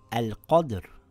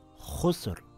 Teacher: The letter before that has a fatha. It reads as al-qadr, and here it reads as khusr, with a heavy Ra.